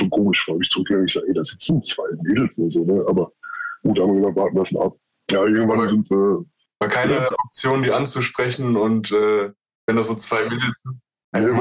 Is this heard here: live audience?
no